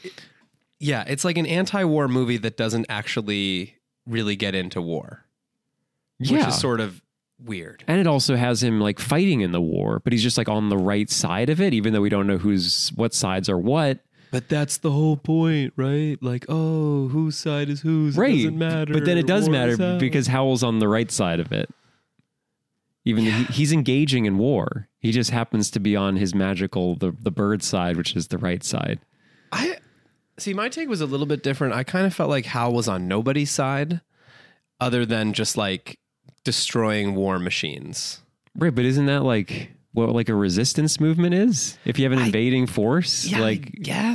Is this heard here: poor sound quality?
no